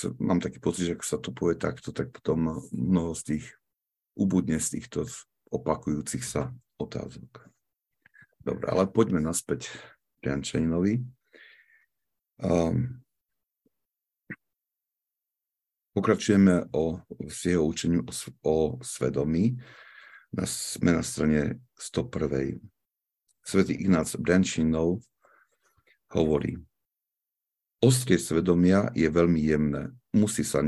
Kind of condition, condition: link, video call